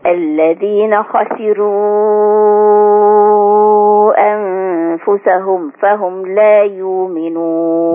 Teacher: ترقيق الراء ما يأثرش على تفخيم الخاء